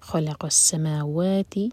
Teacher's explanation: خ اور قاف ہیوی، بیچ میں لام لائٹ